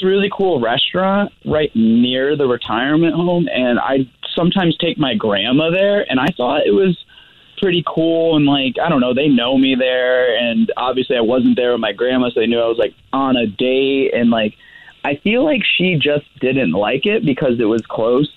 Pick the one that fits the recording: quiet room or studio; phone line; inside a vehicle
phone line